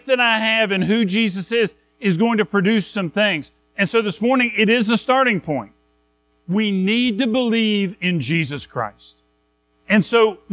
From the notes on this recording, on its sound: Recorded at Madison Baptist Church in Madison WV on Jan 7, 2024